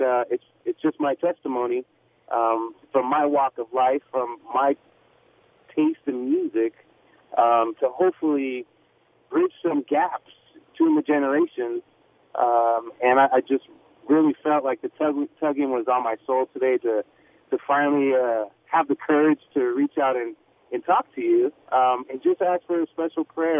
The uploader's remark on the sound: Holds open phone Friday and takes calls from listeners on any topic.